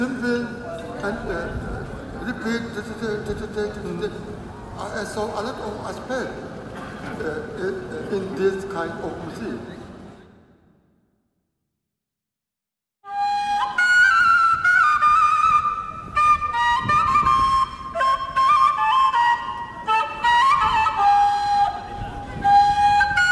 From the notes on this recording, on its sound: A field recording of a Turkish-Afghan flute master. Performing in the street of Koln in Germany.